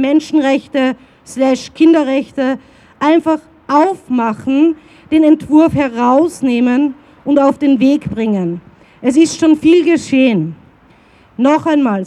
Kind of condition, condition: setting, busy venue